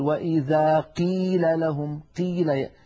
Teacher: يبالغون في ترقيق أو في كسر القاف إلى درجة تجعل الصوت كأنه كاف